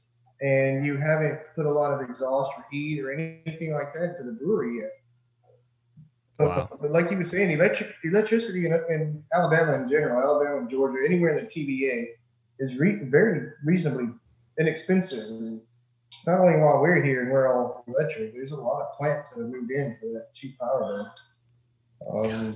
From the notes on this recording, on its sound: Red Clay Brewing, from Alabama, Zoomed back into The Session this week.